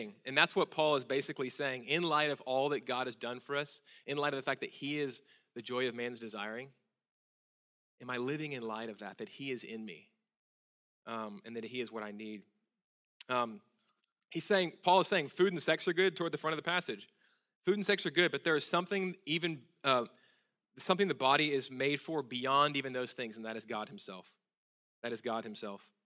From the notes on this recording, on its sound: at Sojourn Galleria Church on Sunday, June 3, 2018